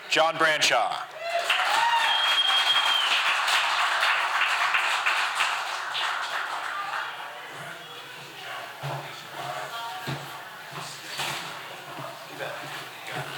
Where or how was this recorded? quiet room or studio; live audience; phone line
live audience